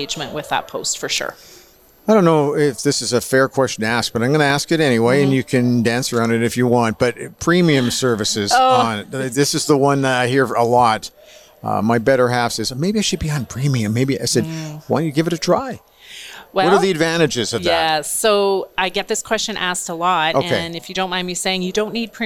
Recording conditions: busy venue